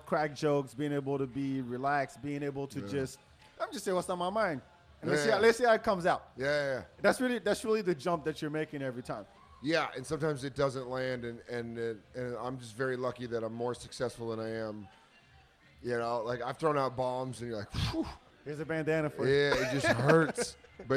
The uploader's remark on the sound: Live from Container Bar.